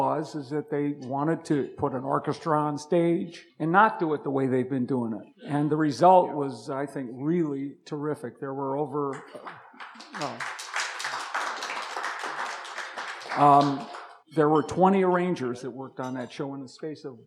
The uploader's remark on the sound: ASMAC Luncheon with Academy Awards Arrangers.